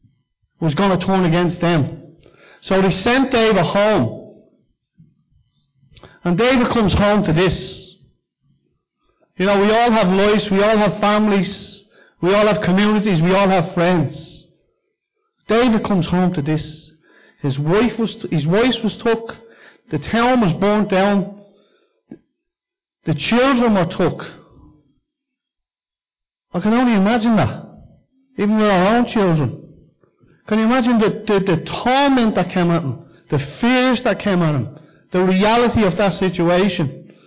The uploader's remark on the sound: Recorded live at Liberty Church